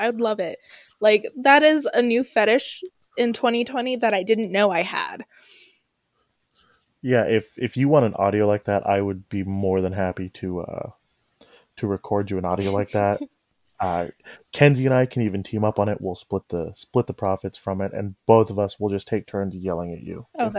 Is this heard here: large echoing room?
no